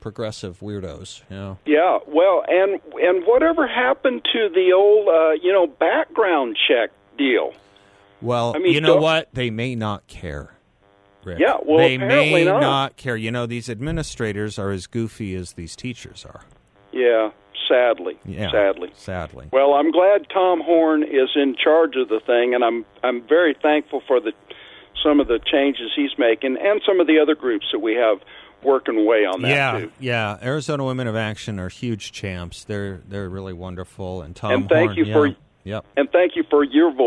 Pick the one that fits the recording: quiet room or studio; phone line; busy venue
phone line